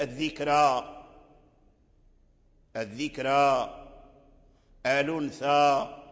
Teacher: فيتولد صوت بين الكسر والفتح وبين الألف والياء · Term: الإمالة